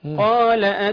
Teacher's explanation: الألف تبع لما قبلها القاف مفخمة